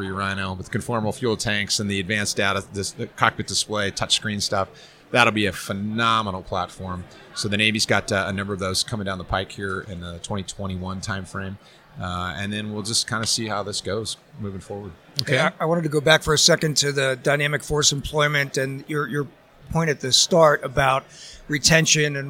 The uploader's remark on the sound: Live from Tailhook 2019